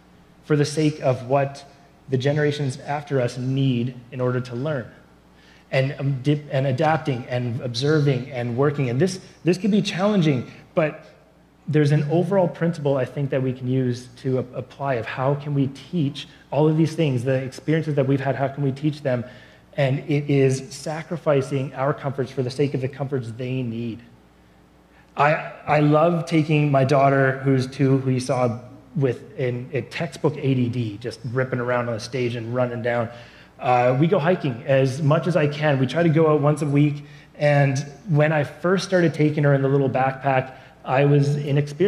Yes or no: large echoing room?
yes